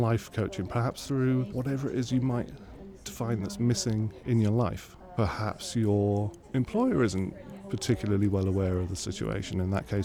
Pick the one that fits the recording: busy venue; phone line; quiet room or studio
busy venue